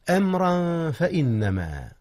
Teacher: أخفي التنوين قبل الفاء إذ هي من أحرف الإخفاء